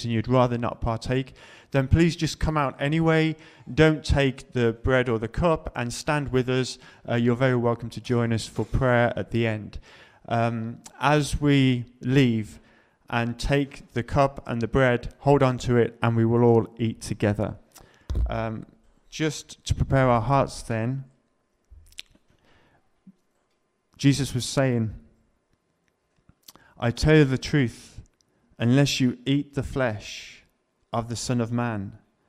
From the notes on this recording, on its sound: Preached at LCC Sunday Service